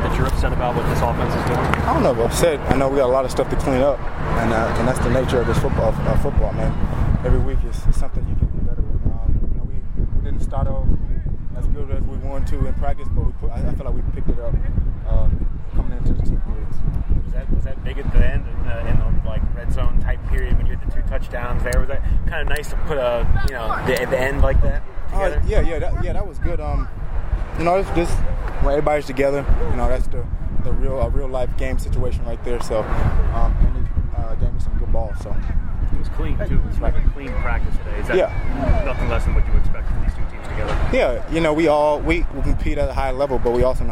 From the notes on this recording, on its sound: After the first joint practice with the New York Giants. Check out the raw audio from the practice field outside Paul Brown Stadium.